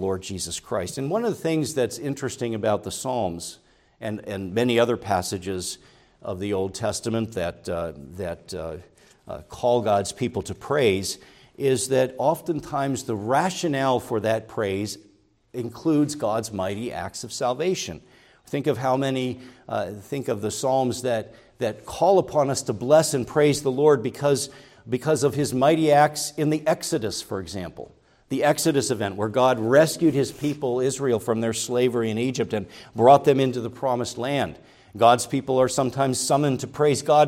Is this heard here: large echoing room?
yes